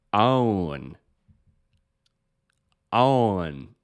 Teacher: in the South, they really lengthen vowels a lot